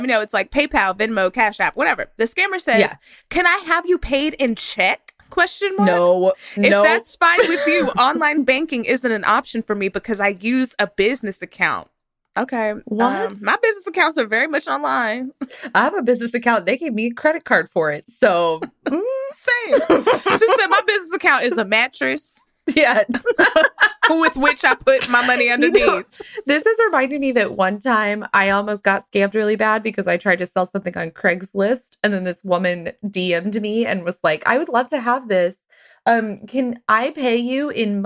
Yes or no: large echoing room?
no